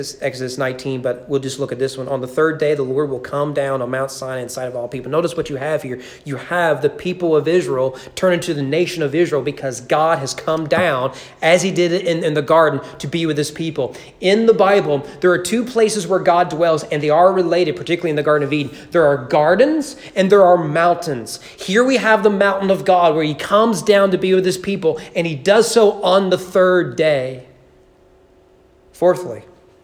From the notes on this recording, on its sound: Sermon preached at East Frankfort Baptist Church on November 22, 2020 during evening worship.